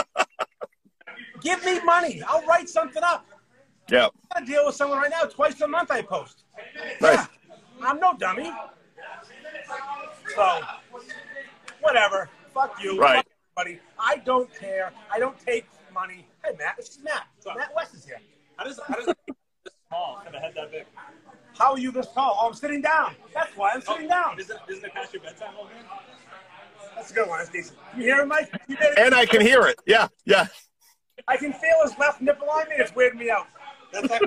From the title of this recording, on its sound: LIVE from Channel Marker Brewing